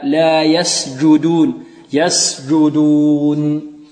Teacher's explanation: والجيم تخرج من وسط اللسان ليس من طرف اللسان، البعض ربما يأتي بها من طرف اللسان.